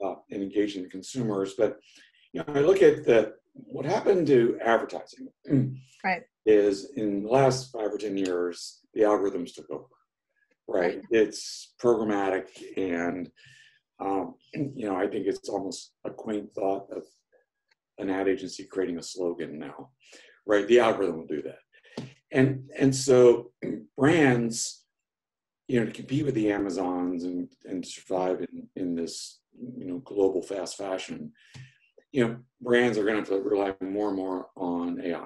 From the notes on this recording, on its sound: Hosted a fireside chat via Zoom. Our virtual thought leadership series, The Retail Record.